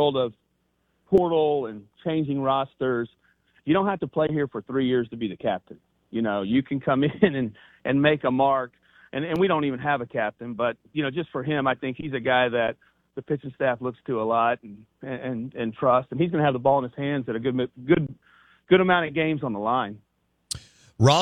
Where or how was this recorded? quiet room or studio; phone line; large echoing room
phone line